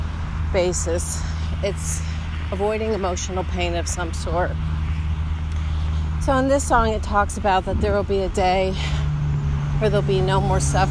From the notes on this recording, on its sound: Here are some thoughts I recorded while on a walk back in 2018.